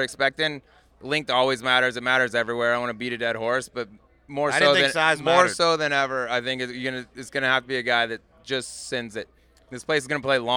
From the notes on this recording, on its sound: Subpar Live from Augusta.